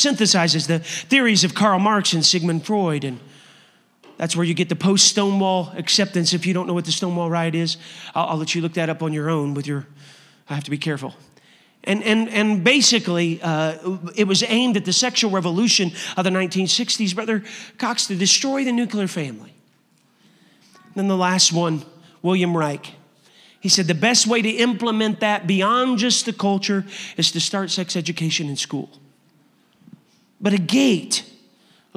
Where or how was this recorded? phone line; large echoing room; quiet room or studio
large echoing room